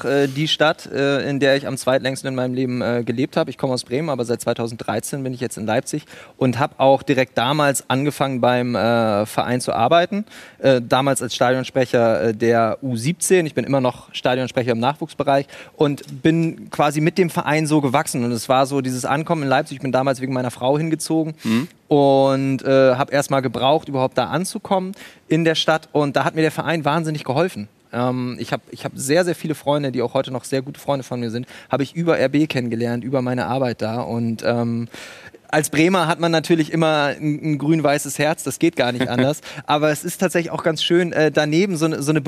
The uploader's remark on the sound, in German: Die Volkswagen Tailgate Tour live - Mixed Zone! Dieses Mal als Warm Up vor dem großen Spiel. Neben Gesprächen mit Fans.